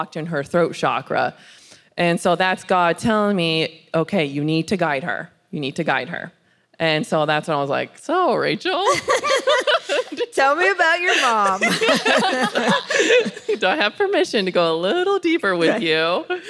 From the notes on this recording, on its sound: This is the 'How She Built This' panel from Rise Conference, 2021.